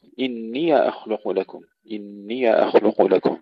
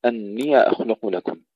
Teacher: قرأها المدنيان يعني نافع وأبو جعفر بكسر الهمزة وفتح الياء · Shown in: first take